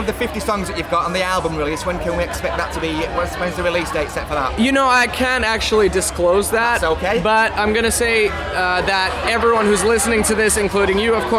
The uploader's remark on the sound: Download Festival 2019. At Download Festival.